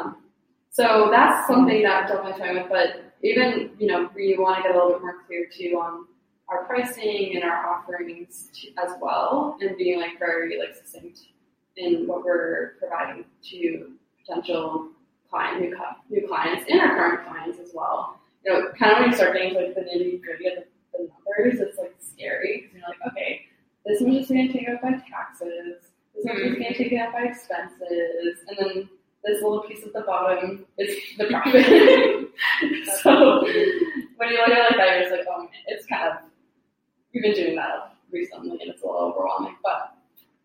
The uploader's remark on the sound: the audio is a little echoey so bear with us